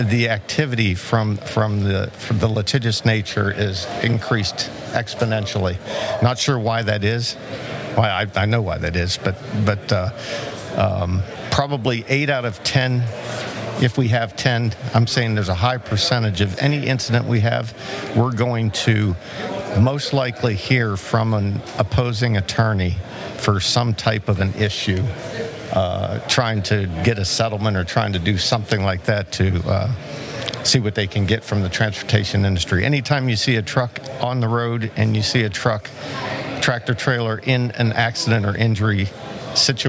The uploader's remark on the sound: This podcast was recorded at the 2021 Annual Meeting of the South Carolina Trucking Association in Myrtle Beach, SC.